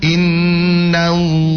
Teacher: Nun bukan huruf tebal, maka jangan baca no. Ha jangan baca ho.